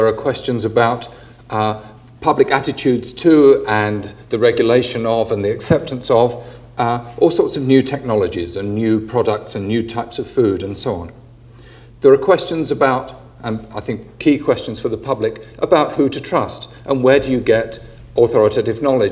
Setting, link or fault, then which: setting, large echoing room